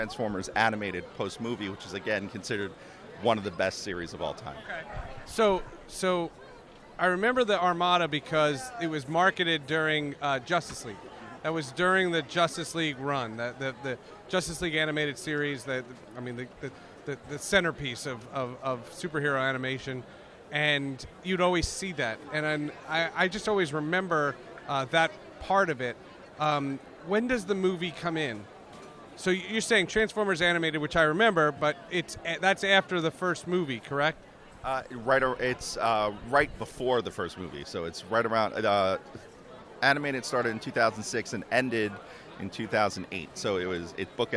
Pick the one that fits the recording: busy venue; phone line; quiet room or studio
busy venue